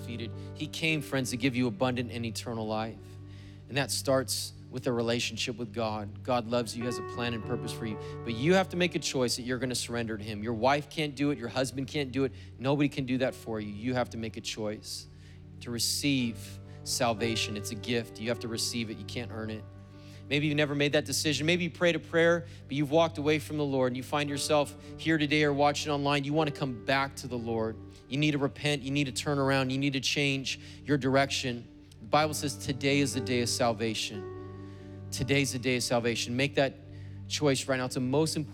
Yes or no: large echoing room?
yes